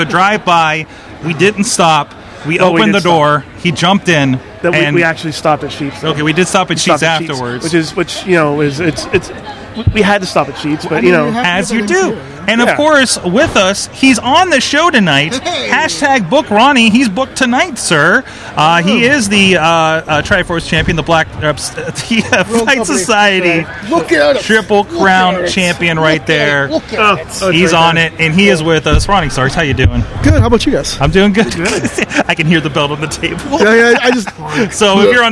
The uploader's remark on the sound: LIVE from Pitt Fight. A LOT of guests dropping by out table.